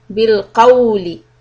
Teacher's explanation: we will tighten the lips to a small round shape, bil qawli, and make sure that the waw sound is coming from the lips and not from the qaf position. We don't want to make the waw very heavy.